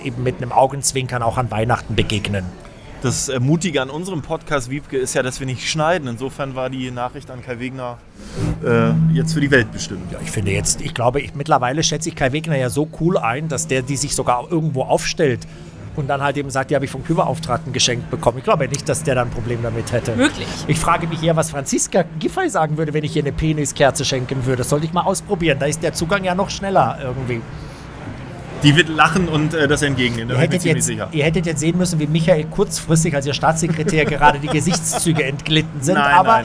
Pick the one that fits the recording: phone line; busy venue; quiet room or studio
busy venue